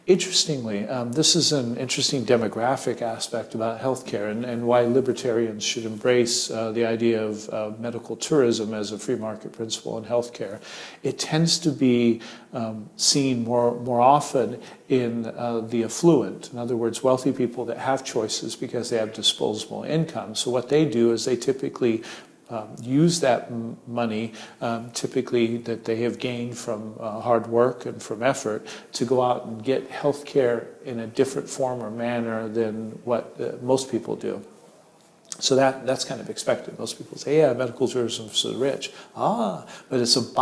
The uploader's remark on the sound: The interview took place at the Liberty International World Conference 2018 in Krakow.